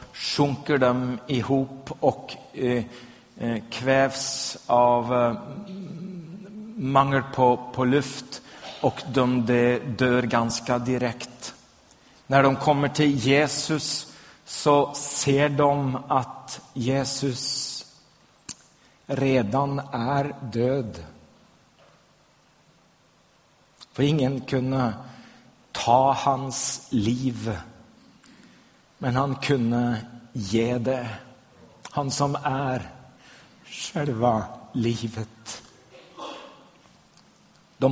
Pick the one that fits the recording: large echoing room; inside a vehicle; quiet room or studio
large echoing room